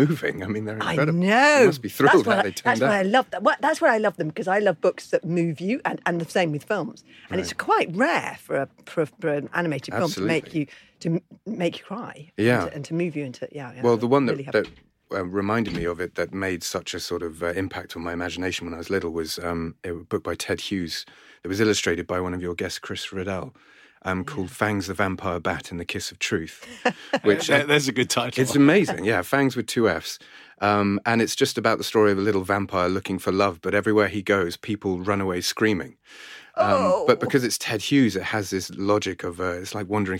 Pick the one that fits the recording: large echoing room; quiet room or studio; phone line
quiet room or studio